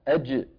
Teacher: الجيم كما نرى الله يسلمكم من وسط اللسان مع وسط الحنك الأعلى، وسط اللسان مع وسط الحنك الأعلى. أج، الجيم الفصيحة محبوسة الصوت أيها الإخوة